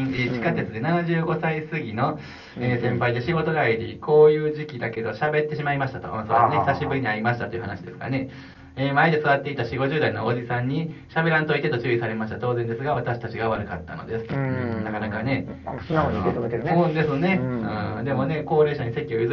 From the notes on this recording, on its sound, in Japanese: 音声悪。